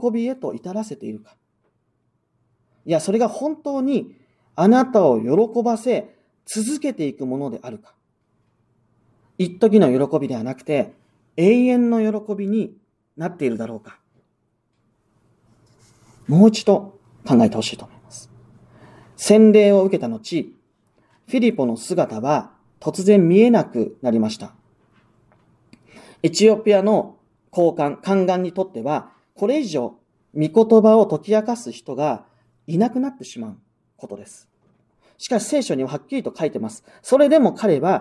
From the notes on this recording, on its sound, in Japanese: 日本基督教団石山教会の主日礼拝説教音声です。